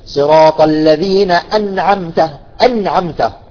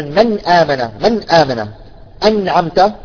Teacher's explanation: غنة ناقصة، وهذه في النون والميم الساكنتين المظهرتين